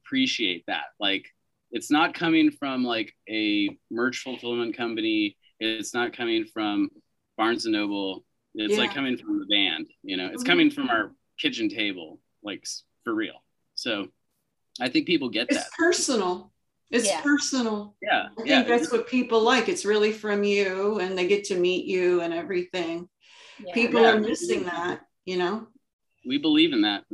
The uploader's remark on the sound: Via Zoom. Via Zoom.